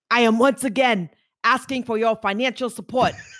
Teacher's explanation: I take my Long Island accent and I apply a breathiness and elderly tone to it.